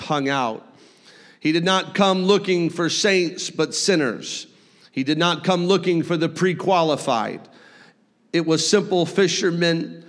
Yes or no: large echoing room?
yes